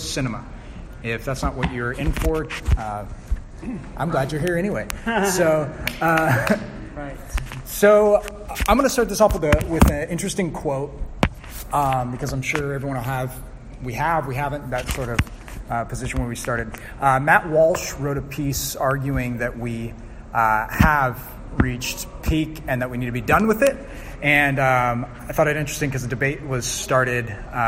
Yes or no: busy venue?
yes